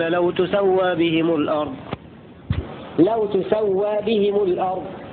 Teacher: قرأ عاصم وابن كثير وأبو عمرو بضم التاء وتخفيف السين